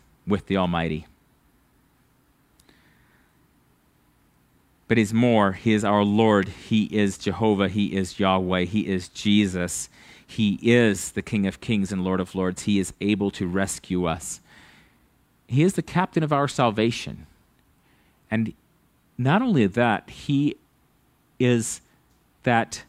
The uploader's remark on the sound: at Living Water Fellowship Denver's Sunday morning service on May 22nd 2022.